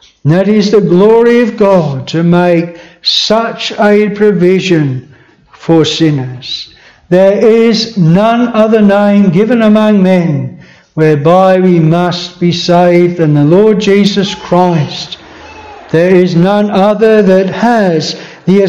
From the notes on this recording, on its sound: This sermon was preached at Bethel Chapel Luton.